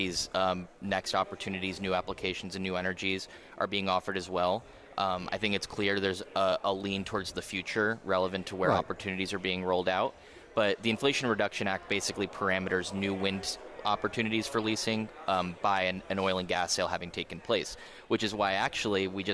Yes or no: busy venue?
yes